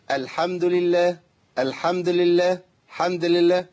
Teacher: بتحذف حركة الضم بتاعت الدال